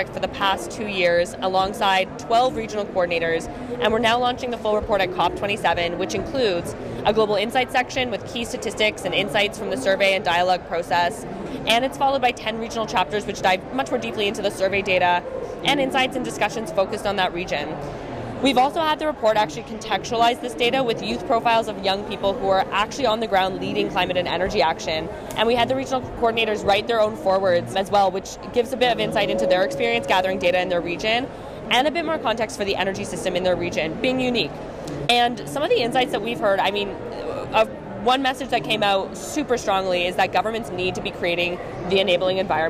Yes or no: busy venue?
yes